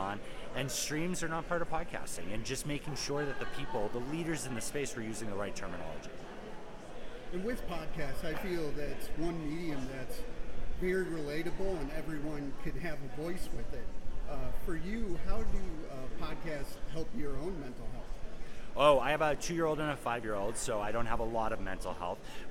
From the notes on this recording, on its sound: The interview took place at the 2023 Podcast Movement Conference.